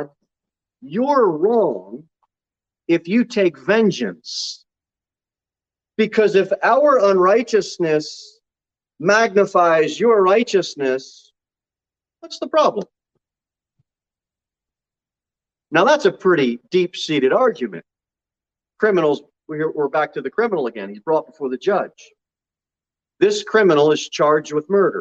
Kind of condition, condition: setting, large echoing room